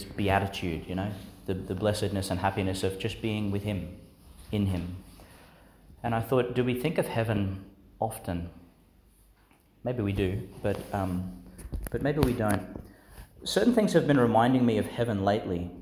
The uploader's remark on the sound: Delivered in St Agnes Church, Agnes Waters, Qld.